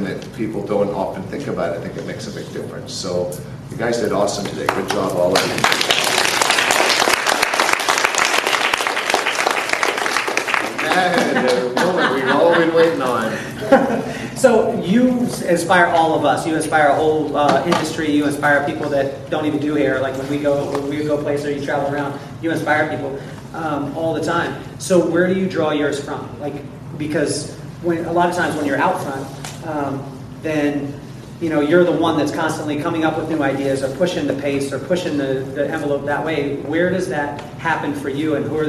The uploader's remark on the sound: LIVE FROM KCS GATHERING 2019